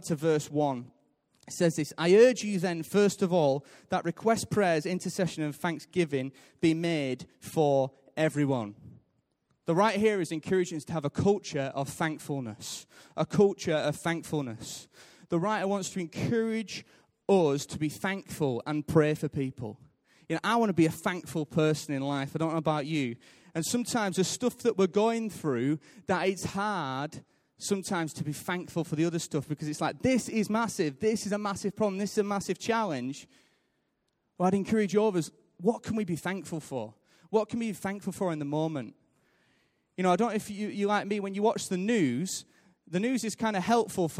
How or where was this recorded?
large echoing room